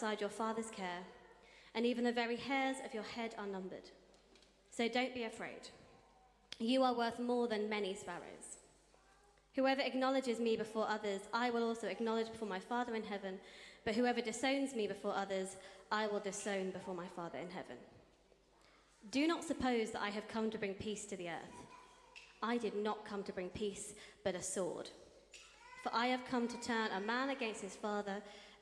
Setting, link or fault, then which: setting, large echoing room